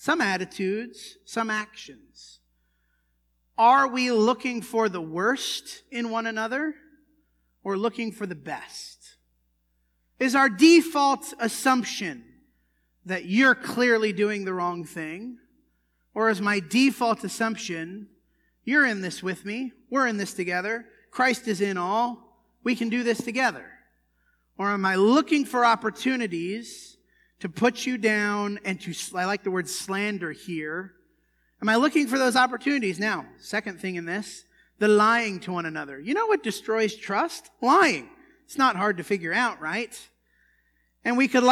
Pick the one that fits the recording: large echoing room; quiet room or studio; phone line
large echoing room